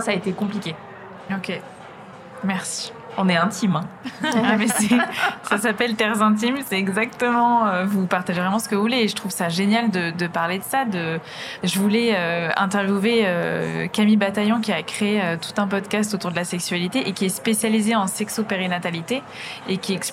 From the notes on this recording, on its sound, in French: Enregistrée au Salon International de la Lingerie. Nous étions entourées de stands dédiés au bien-être intime, aux sextoys et aux massages. Cette ambiance joyeuse a cependant impacté la qualité sonore de cet épisode.